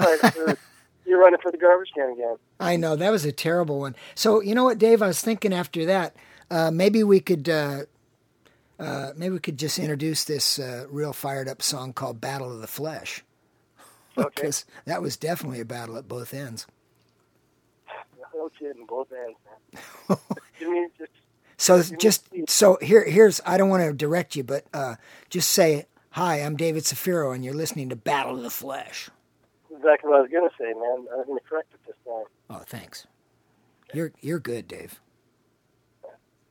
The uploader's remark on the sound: On the phone as they are in their “natural habitat”.